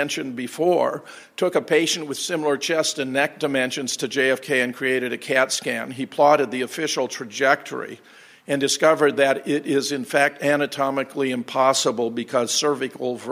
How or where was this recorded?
live audience